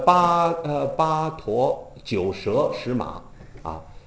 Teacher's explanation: 这三道折不收音，它没有尾音，就是直出无收。那怎么停止呢？就是减弱音量啊，戛然停止就可以了。其他都是这个字形都是橄榄形的，或者是有尾音的，它没有尾音。比如说八驼，驼窝，它的韵母是窝和阿，阿窝都没有。比如说说啊，谈到这个说了，这个它属于什么？